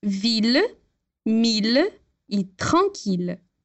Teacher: a gente vai pronunciar os dois L's com o som de L, normal.